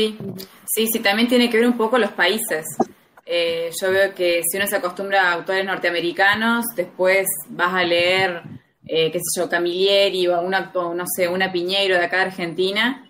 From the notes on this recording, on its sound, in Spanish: La hicimos usando #jitsi. Juntada Virtual.